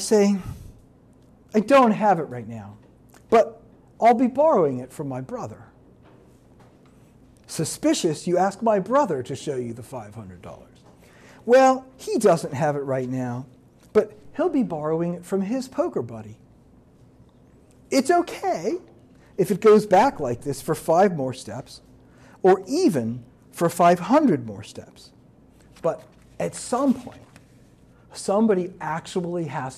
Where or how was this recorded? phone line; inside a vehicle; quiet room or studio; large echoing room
large echoing room